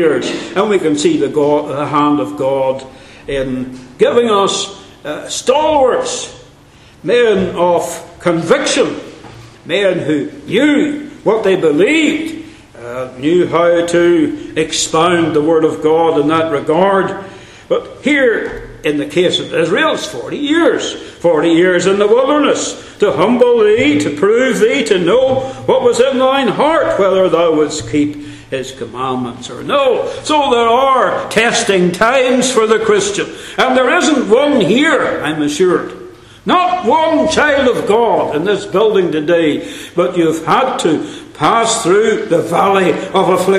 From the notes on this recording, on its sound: Centenary Conference London. At the Centenary Conference in London at Westminster Baptist Church.